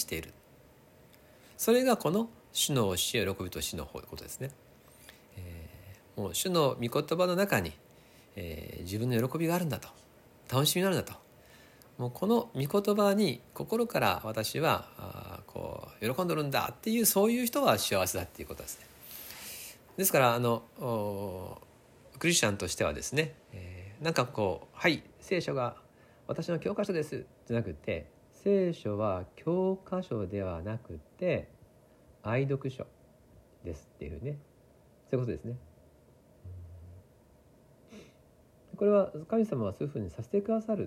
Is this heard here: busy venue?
no